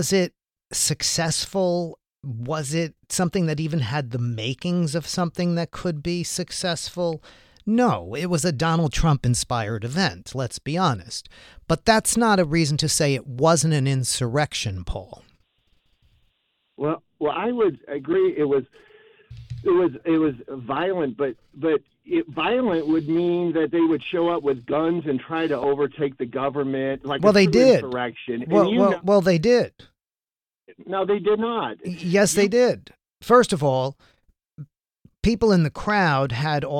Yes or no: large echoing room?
no